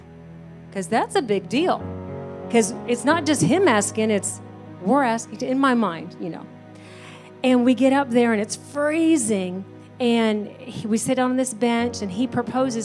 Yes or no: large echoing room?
yes